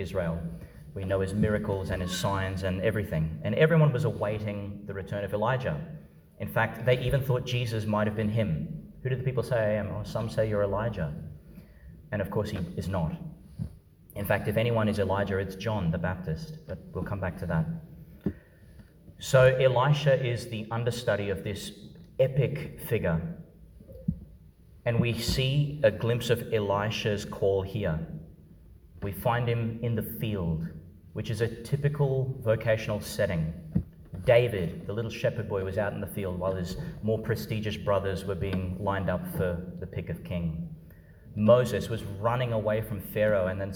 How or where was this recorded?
large echoing room